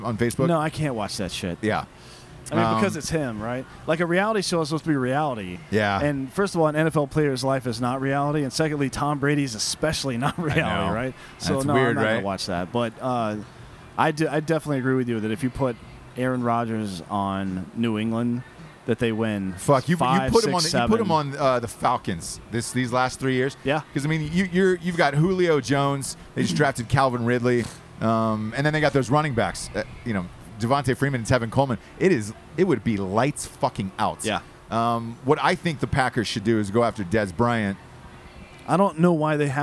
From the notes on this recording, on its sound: live from the Las Vegas strip outside of T-Mobile Arena